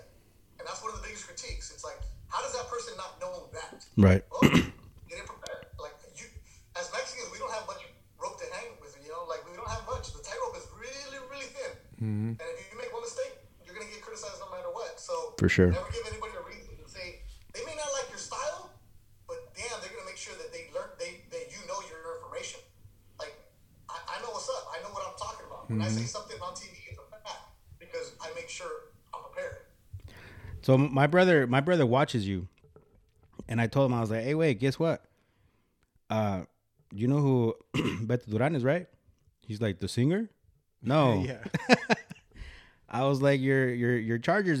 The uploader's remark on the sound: Pls excuse the audio we were having some technical difficulties.